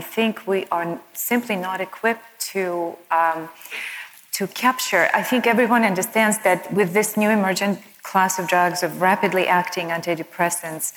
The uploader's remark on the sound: Panel Conversation. This was recorded on the main stage at the 2019 CNS Summit which was held in Boca Raton, Florida.